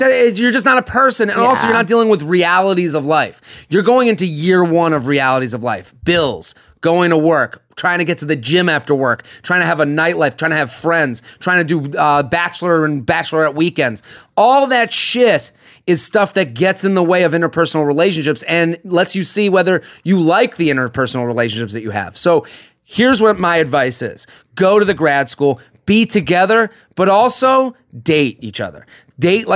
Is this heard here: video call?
no